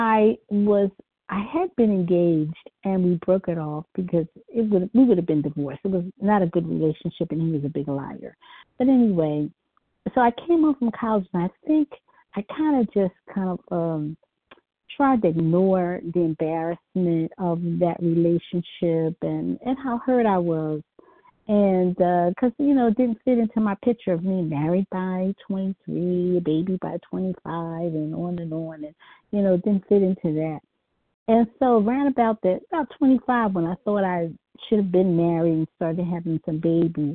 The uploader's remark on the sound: from the 100 Pounders Phone Meeting, 4/22/23